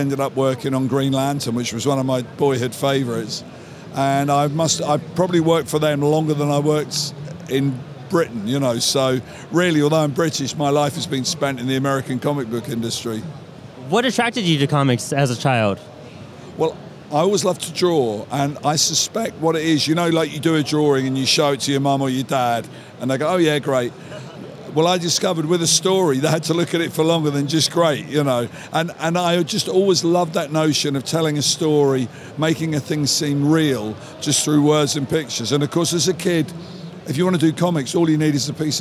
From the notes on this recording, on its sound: At New York Comic Con NYCC 2017. At NYCC 2017, we sat down.